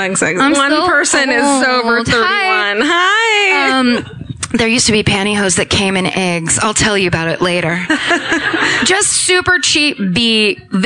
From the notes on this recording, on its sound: This week was recorded live from the Entertainment Weekly Popfest 2016.